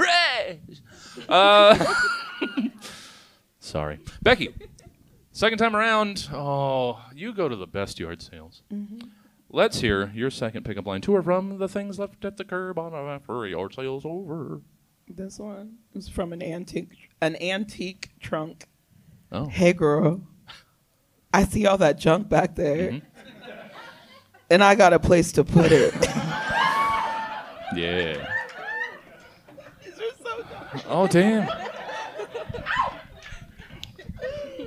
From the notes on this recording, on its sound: live from the Crocker Art Museum’s ArtMix